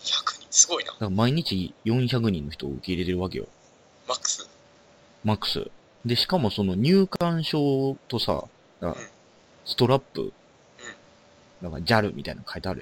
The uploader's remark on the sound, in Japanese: 今回はSkype収録となり